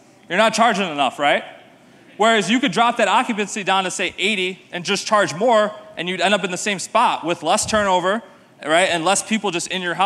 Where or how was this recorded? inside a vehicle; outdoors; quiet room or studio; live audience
live audience